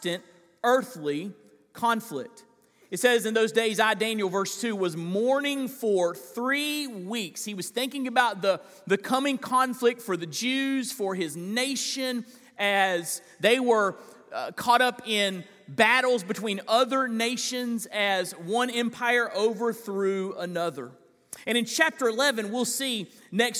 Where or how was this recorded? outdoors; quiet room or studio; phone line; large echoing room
large echoing room